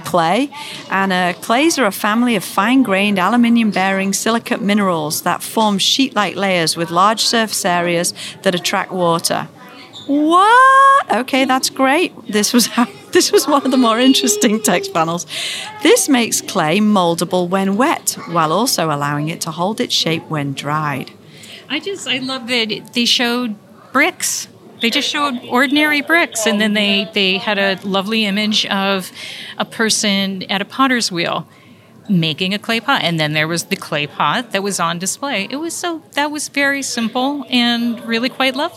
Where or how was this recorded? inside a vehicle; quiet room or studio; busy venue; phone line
busy venue